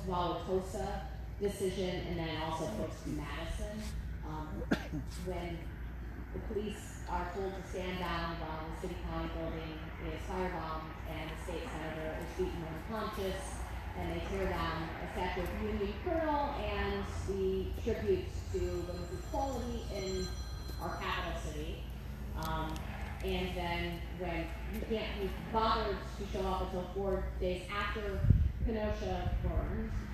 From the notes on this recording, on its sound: We were live at the town hall in de pere Wisconsin and this is what we heard.